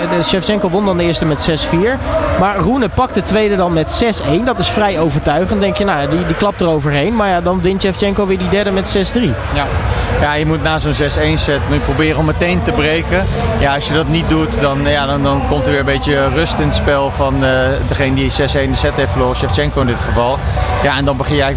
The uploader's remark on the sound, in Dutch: ALLsportsradio doet deze week dagelijks live-verslag vanaf het ABN AMRO Open.